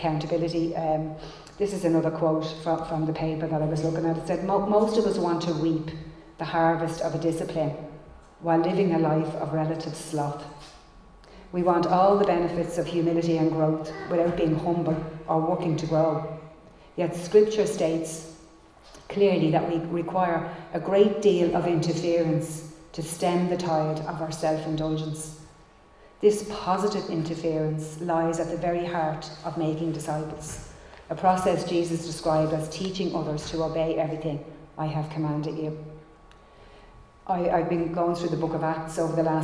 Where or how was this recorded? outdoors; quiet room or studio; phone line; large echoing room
large echoing room